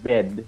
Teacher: dikategorikan sebagai front and mid front karena lidah lu itu di apa deket gigi lah pokoknya di depan